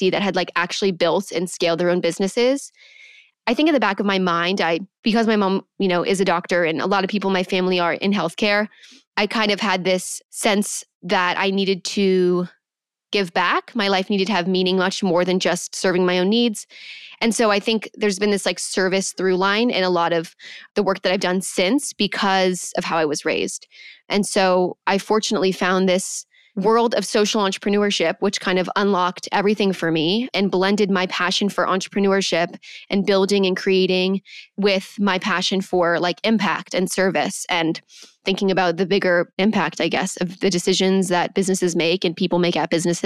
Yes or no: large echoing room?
no